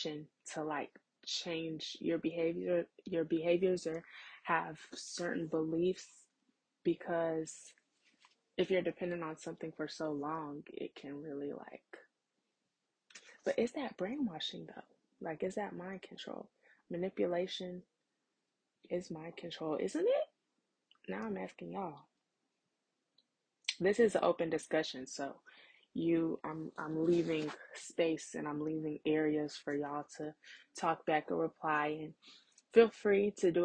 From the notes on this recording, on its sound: Sorry about the audio tonight! I’m still working on getting a new mic!